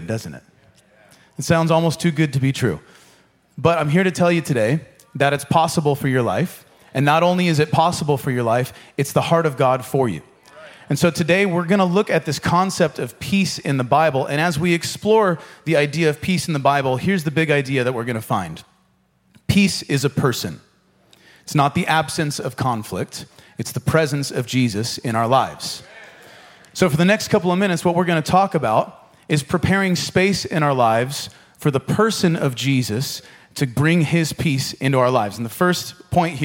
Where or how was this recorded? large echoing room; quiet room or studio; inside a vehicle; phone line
large echoing room